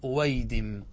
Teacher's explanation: إذا ضمت الهمزة الأولى وفتحت الهمزة الثانية فإنك تقلب الثانية إلى واو أيضا فتقول أويدم بتصغير آدم.